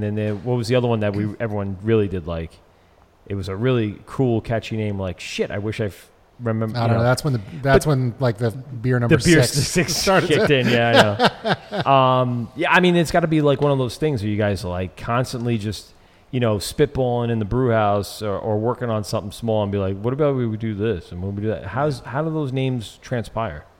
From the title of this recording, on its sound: LIVE at Noble Savage Brewing Co